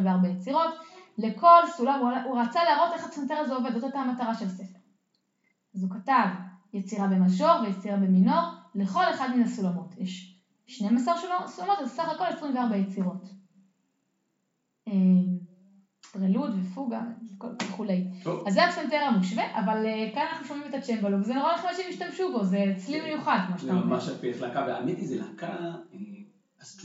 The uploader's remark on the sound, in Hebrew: ההקלטה באיכות פחות טובה מבדרך כלל